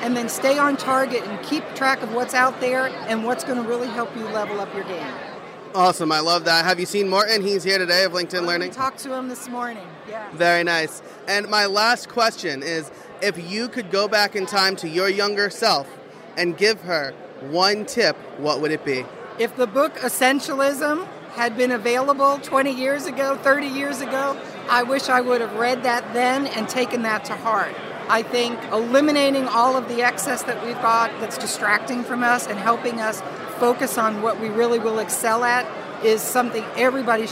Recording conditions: busy venue